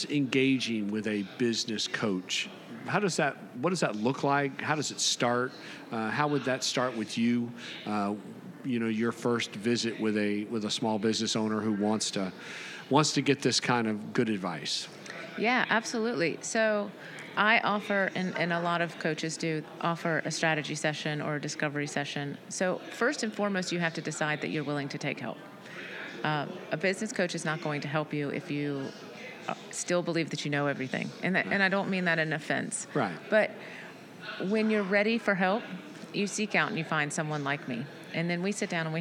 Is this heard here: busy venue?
yes